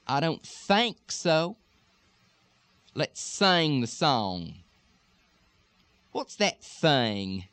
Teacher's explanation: when you have ing or ink inside the stem of a word, it's sometimes going to become a long A